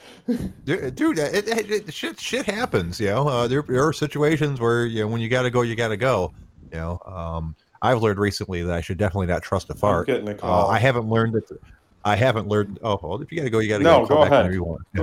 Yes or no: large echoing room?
no